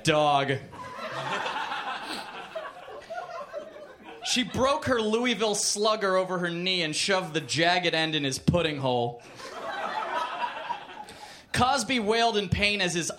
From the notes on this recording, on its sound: Recorded Live at Great Scott in Boston.